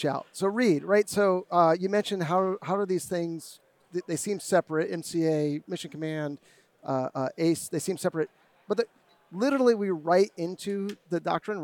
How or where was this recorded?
busy venue